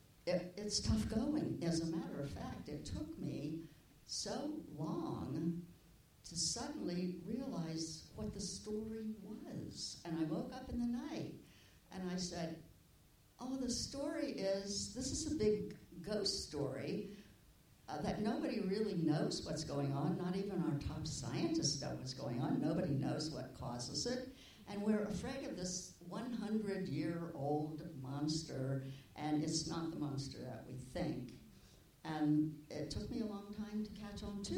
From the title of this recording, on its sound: IDFA Q&A 21 November 2016